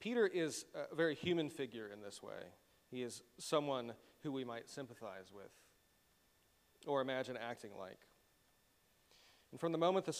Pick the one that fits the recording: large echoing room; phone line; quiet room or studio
large echoing room